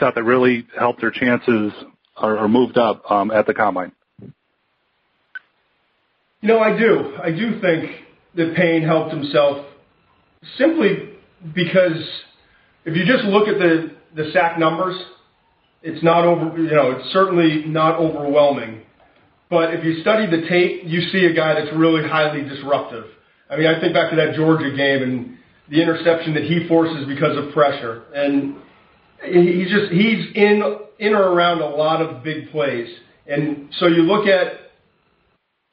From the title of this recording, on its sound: NFL Draft Conference Call